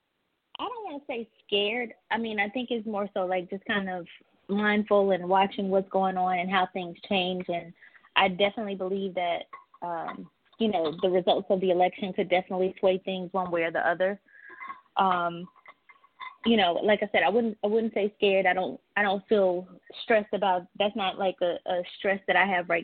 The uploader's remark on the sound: Real life horrors will be the topic of discussion on this week's live call-in Talk 2 Q Radio Show!